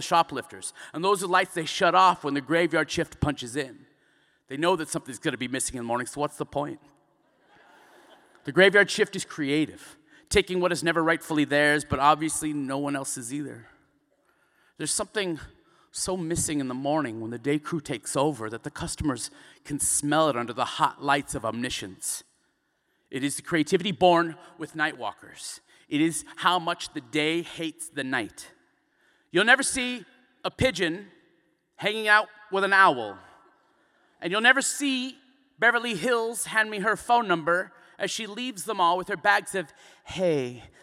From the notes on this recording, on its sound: including live performances